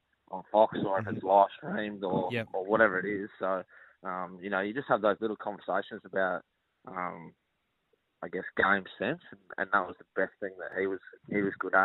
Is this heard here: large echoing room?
no